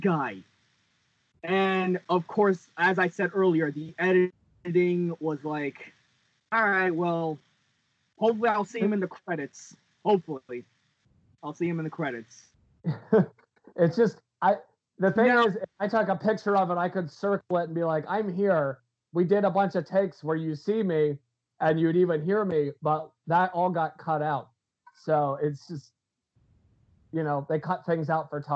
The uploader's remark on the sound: Warning, first time audio is TERRIBLE on Skype, lol, please bare with it.